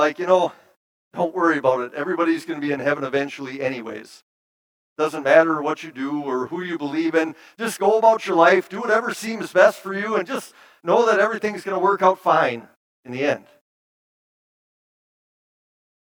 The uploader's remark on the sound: Bethany, Appleton, WI. Preached this sermon at Bethany's Sunday worship on August 21, 2022.